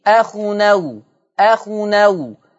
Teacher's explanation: هننقل فتحة الهمزة إلى التنوين · Term: النقل